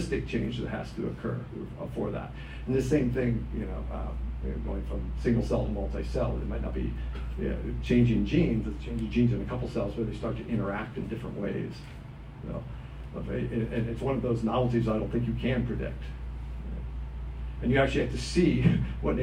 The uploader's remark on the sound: At the "Thomistic Philosophy & Natural Science Symposium" at the Dominican House of Studies.